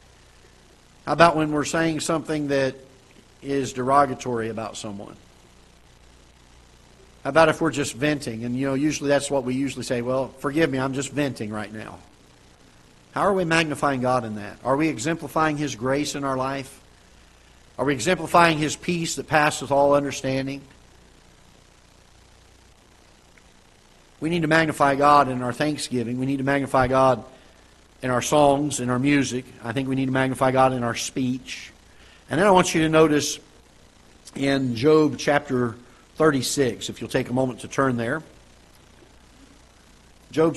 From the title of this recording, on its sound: Ketha Heights Baptist Church ~ Live Broadcast